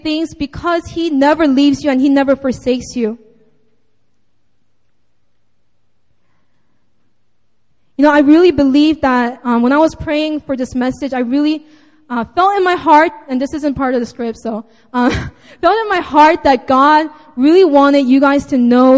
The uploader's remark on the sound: Sunday Service (Seaside Campus 2:30pm)